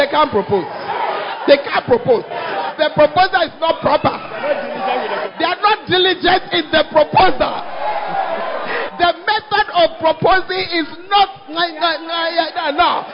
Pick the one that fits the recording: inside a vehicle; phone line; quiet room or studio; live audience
live audience